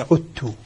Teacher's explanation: عدت تدغم الذال في التاء